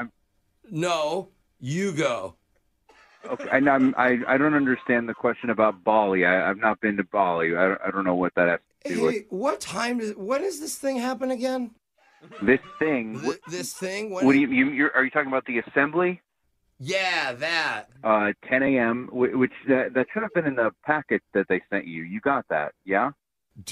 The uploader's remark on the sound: Phone Tap.